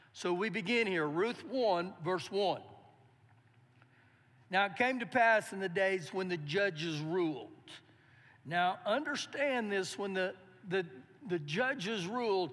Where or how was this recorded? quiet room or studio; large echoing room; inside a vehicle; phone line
large echoing room